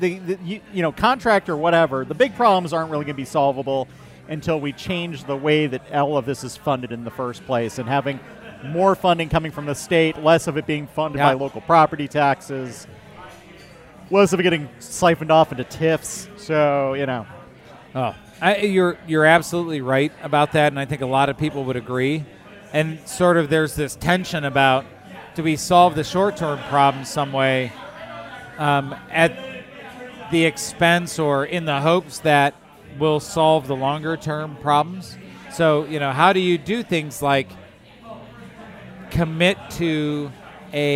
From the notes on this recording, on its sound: Recorded at Half Acre on Lincoln Avenue and Begyle Brewing!